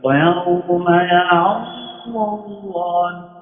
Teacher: وقول العلماء رحمهم الله الضاد الاستطالة ومخرجه أي أن الضاد تمتد في مخرجه